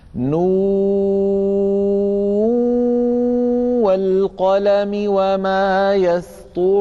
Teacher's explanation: يكون إدغام النون في الواو التي بعدها إدغاما بغنة